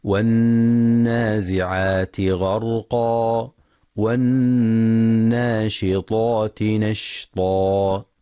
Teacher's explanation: ينتبه القارئ لغنة النون المشددة في كلمة والنازعات والناشطات، فهي أكمل ما تكون فيها. وفي كلمة والناشطات ينتبه القارئ لتفخيم الطاء تفخيما كاملا